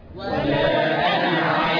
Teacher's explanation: الالف هنا ساقطه في الوصل